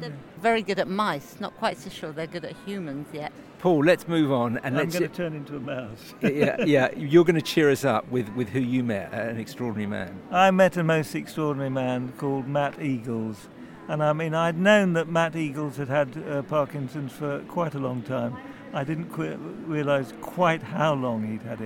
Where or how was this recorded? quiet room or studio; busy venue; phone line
busy venue